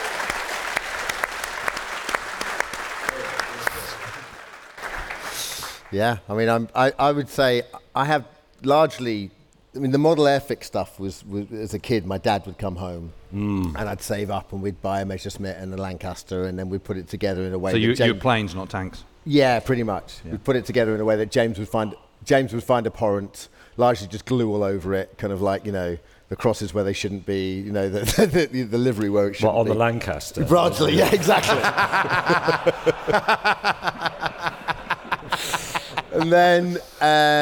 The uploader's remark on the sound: on stage at We Have Ways Fest